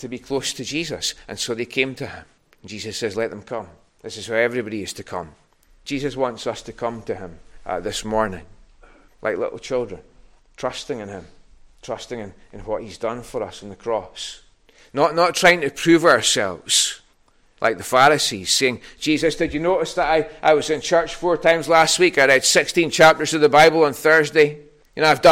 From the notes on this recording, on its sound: Recorded at North Harris Free Church on Sunday morning.